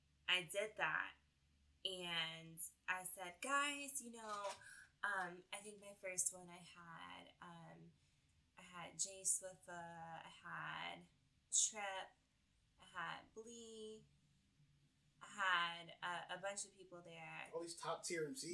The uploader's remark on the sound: We apologize for the Audio quality, with moving to a new space we’re still trying to get it right.